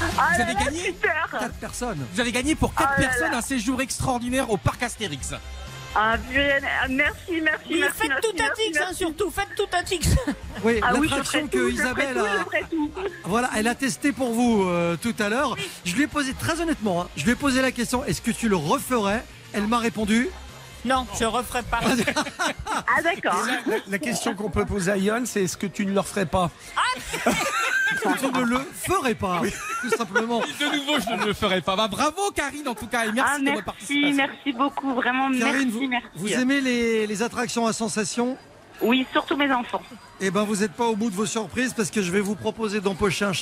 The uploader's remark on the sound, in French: Tout au long de l'émission, les auditeurs pourront voter en direct pour leurs histoires préférées. En fin d'émission, le gagnant appellera en direct un auditeur. Depuis le parc Astérix.